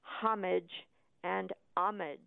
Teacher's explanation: You can pronounce the H or not as you like, but the accent is on the first syllable.